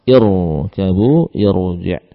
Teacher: Karena hamzah ini kasrahnya tidak asli, maka roknya apa? Roknya dibaca tebal.